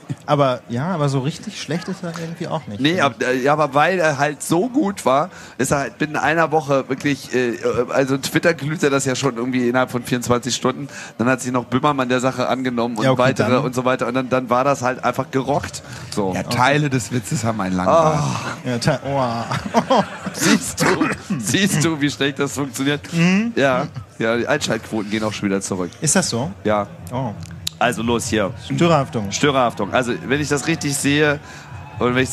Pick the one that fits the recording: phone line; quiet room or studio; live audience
live audience